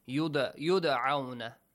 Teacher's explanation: Qalqala. Bounce the sound of dal because it is sakin.